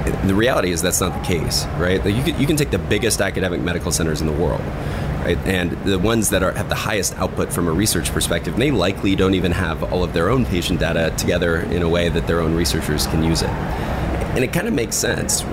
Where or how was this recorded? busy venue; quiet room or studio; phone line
busy venue